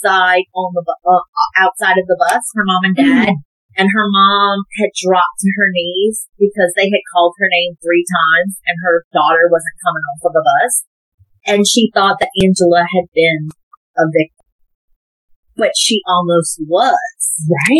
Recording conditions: poor sound quality